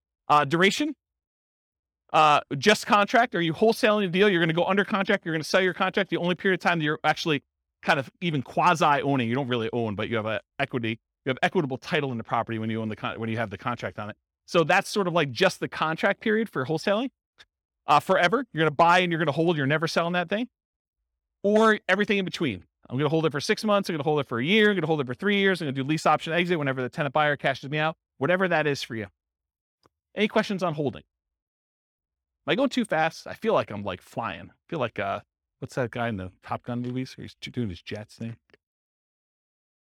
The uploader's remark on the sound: This was a live class recorded